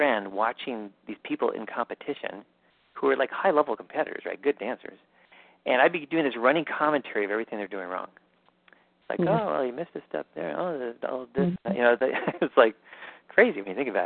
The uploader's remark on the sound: Live Q&A Calls